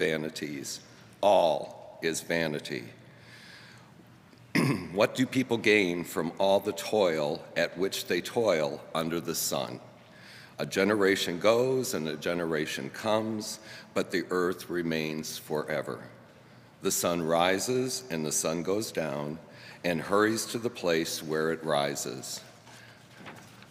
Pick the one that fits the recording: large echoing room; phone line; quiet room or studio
large echoing room